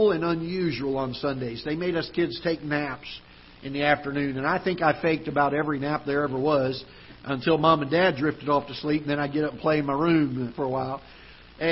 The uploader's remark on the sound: Ketha Heights Baptist Church ~ Live Broadcast.